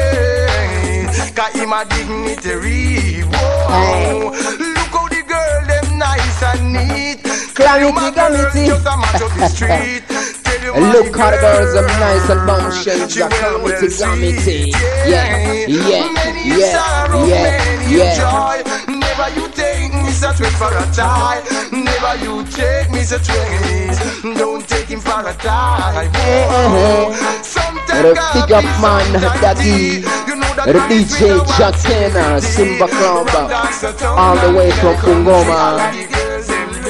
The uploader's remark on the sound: LIVE INSIDE MONTE CARLO CLUB